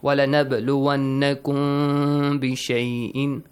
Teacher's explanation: So here, ikhfa. You gotta kind of hide the sound of mim.